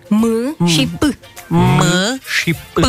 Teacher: Pentru că articulăm cam la fel m-ul și p-ul. Sunt consoane bilabiale, adică le rostim cu buzele.